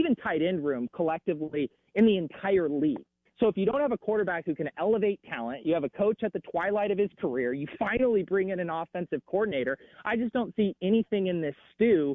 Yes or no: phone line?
yes